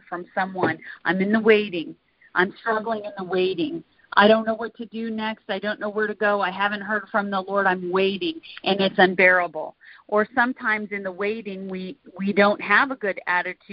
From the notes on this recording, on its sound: Recording from the weekly "Intercessors Arise!" conference/training call.